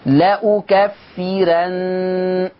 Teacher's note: ليه الراء مرققة؟ لأنها مفتوحة ومسبوقة بكسر أصلي · Term: ترقيق الراء